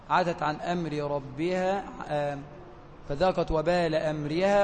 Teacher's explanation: ميم ساكنه حكمها الاظهار لاتيان حرف الراء بعدها او نقول الحكم هنا اظهار شفوي لوقوع الراء بعد الميم الساكنه في كلمه امرها.